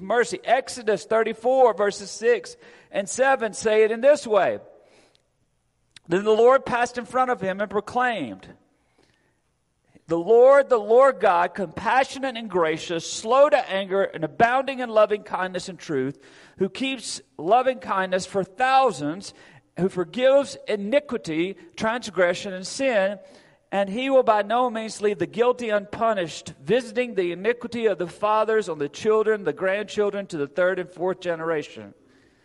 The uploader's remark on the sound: Recorded Sunday, November 6, 2022 at Friendship Baptist Church.